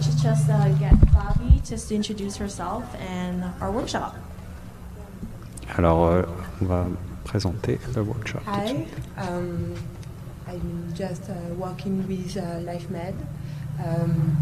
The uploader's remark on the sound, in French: En direct du lancement de la salle de sport Keep Cool Canada en partenariat avec LifeMed Clinic, 26/04/2018